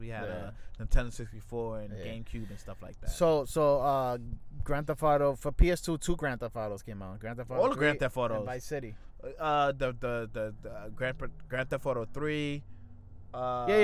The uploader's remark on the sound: live from citi field parking lot